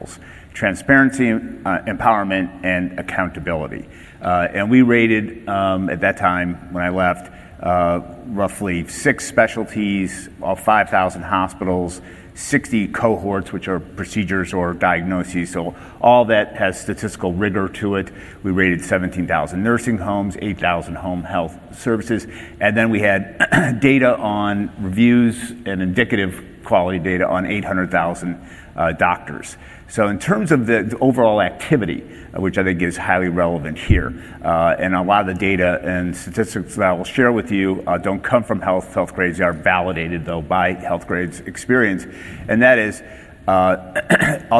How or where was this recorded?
live audience